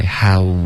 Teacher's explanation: How 结尾的 u，嘴唇再嘟起来